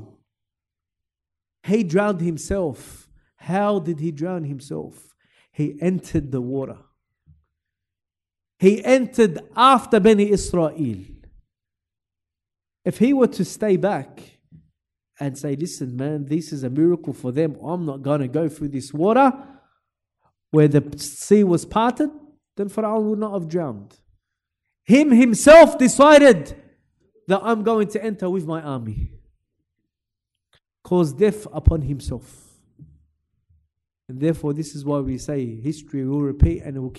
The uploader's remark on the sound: LIVE from Masjid Al-Azhar, Belmore.